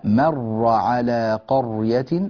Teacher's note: الراء في قرية دائما مفخمة في جميع القراءات. نعم بعدها ياء، والياء لا تؤثر، الياء تؤثر إذا كانت قبل الراء وليست إذا كانت بعدها، فانتبهوا لهذا أكرمكم الله.